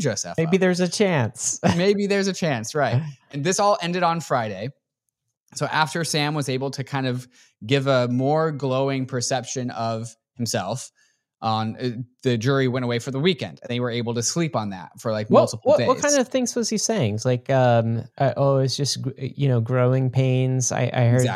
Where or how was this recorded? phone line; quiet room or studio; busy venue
quiet room or studio